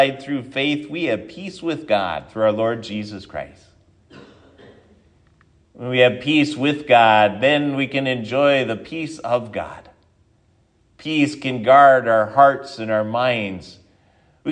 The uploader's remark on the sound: sermon at Triumph Lutheran Church, Ferndale, Washington